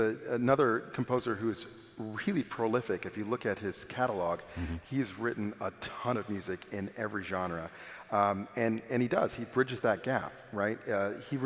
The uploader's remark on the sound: This podcast was recorded in front of a live audience at South Main Baptist Church.